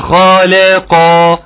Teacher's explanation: بعد ما ترقق اللام ارجع حقق مخرج القاف